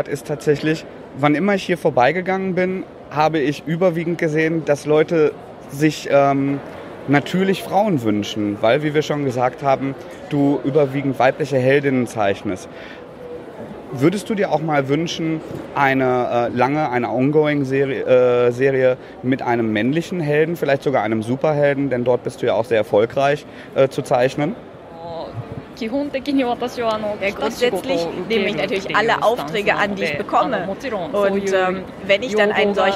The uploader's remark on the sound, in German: Aufgenommen wurde das Gespräch 2016 in Dortmund auf der "German Comic Con".